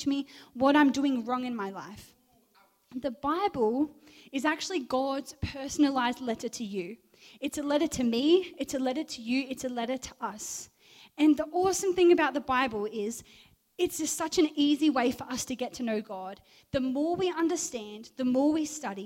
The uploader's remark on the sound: Recorded live at One Youth (One Heart Church, Port Lincoln) on the 18th of June, 2023.